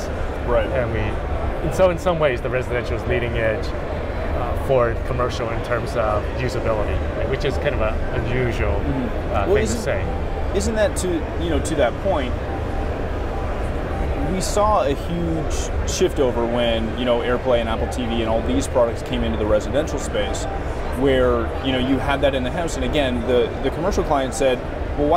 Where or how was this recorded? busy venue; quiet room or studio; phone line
busy venue